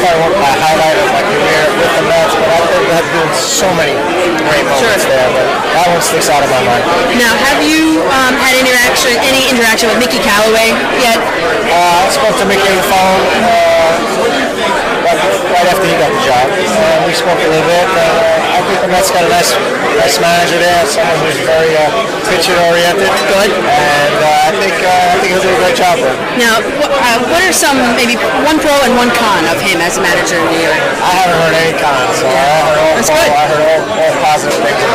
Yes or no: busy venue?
yes